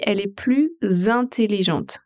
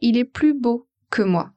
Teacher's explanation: Vous entendez le « z », ça c'est une liaison · Shown in: first take · donc on a dit « plus intelligente ».